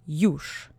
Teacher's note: The ż sound at the end of this word got flattened along the way a little bit, so it's more soft than ż. It's actually sounding a little bit like the sh phoneme.